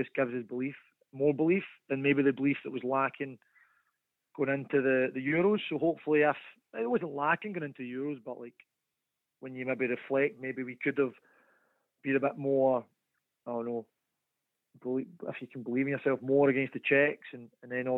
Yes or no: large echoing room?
no